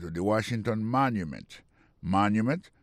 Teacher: Si on a mis accent sur accent encore, on va voir que mot Washington, non, accent tombé sur le premier syllabe là. Pour mot monument, il tombe sur le premier syllabe là.